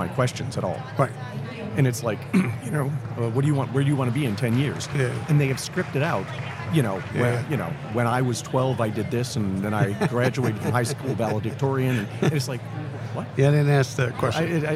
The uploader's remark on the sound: live from the Greenhouse booth at HR Tech in Vegas